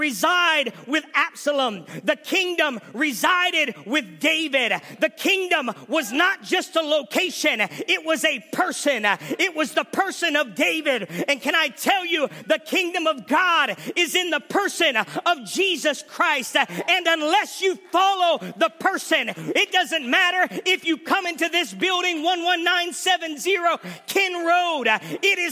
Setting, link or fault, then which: setting, large echoing room